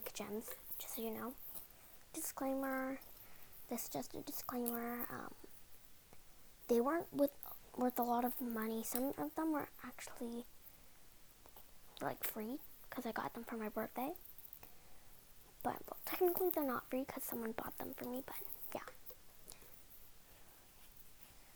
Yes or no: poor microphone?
yes